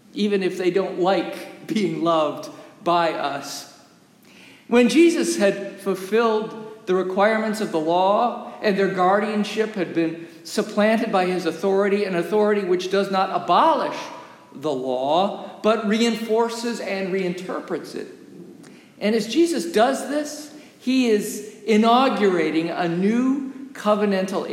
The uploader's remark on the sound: Recorded live during worship in the historic, 317-year-old sanctuary of (Old) Rehoboth, the "Birthplace of American Presbyterianism".